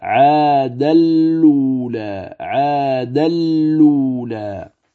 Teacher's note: تنقل فيها حركة الهمزة إلى اللام الساكنة فتصبح اللام مضمومة، ثم تدغم اللام المضمومة في تنوين الدال قبلها إدغاما كاملا بغير غنة فتلفظ هكذا عاد الأولى عاد الأولى. · Term: النقل